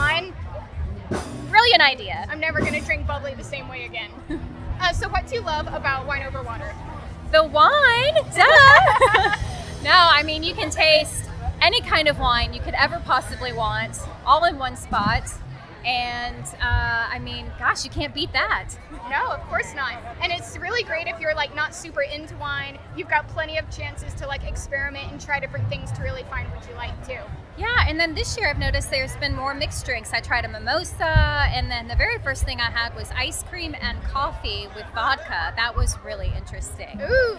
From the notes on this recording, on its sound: Live from the Bridge: Wine Over Water 2018. I chronicled the excitement of my Wine Over Water weekend.